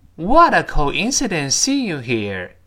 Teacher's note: 我们完整的跟老师把这句话读一下，注意最后是降调